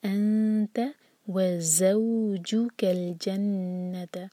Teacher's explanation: زو مدلین اور buzzing sound کے ساتھ زا کی آواز آئے